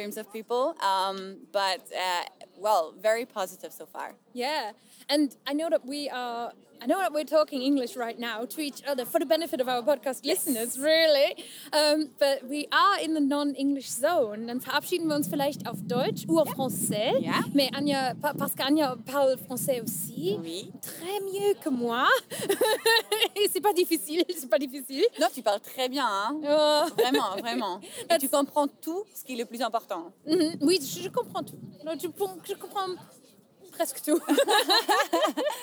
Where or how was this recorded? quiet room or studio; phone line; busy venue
busy venue